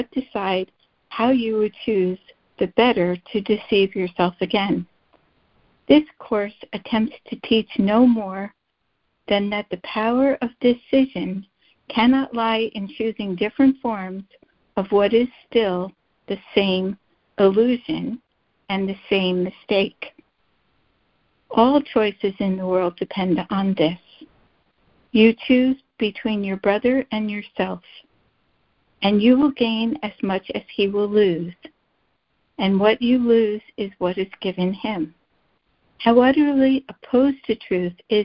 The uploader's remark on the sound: ACIM Daily Conference Call